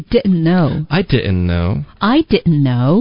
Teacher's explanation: didn't 的这个 n 的音连到后面的 know 就 didn't know · Term: 连读